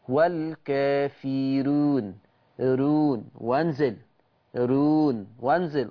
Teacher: هلاقي في عينكم بتقولوا حرف الفاء، طب والفاء تشكيلها ايه؟ مكسور، يبقى الراء المضمومه وقبلها حرف مكسور، يبقى الراء هترقق لورش. والكافرون، رون وانزل، رون وانزل، ارقق.